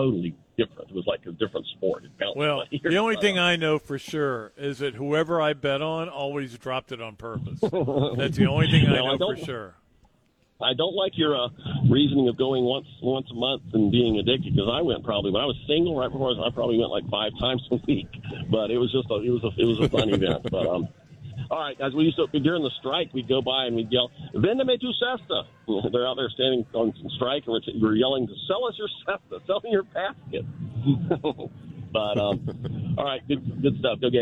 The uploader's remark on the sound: called in from Ironwood Golf Course